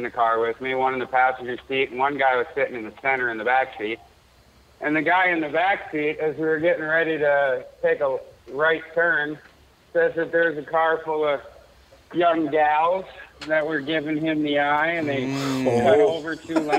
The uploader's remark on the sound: Lots of regulars call in to exchange Christmas greetings.